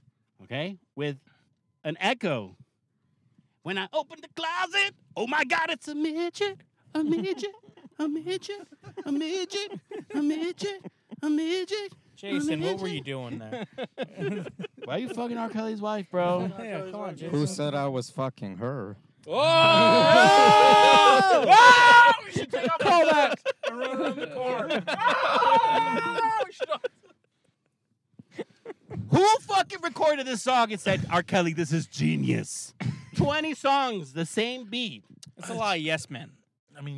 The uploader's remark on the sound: we are in the car